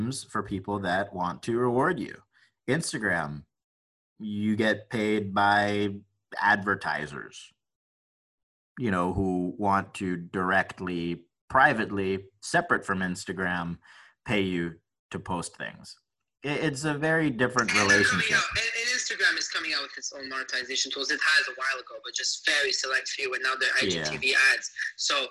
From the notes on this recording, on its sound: Recorded Live On Clubhouse!